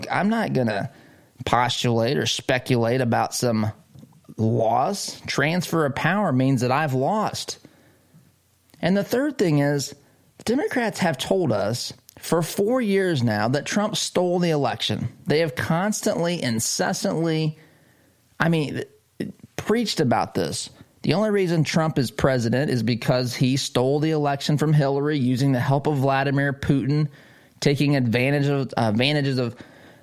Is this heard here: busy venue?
no